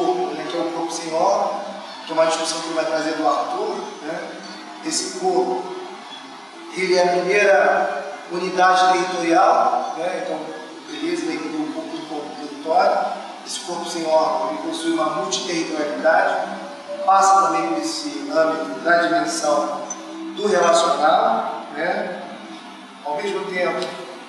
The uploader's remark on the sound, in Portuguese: Comunicação gravada durante o XXVIII Encontro Nacional de Estudantes de Filosofia (ENEFIL) em 2012, em São Luiz MA.